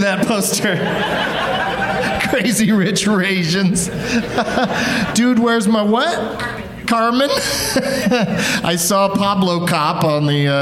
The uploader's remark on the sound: Live from the LOL Comedy Club in San Antonio